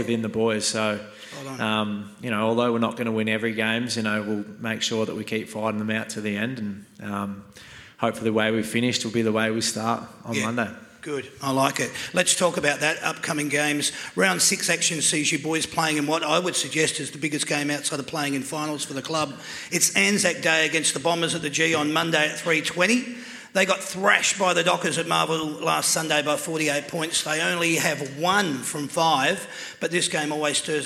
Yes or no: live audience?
yes